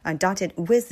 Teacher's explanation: 这个 th 的这个结尾千万千万一定要咬舌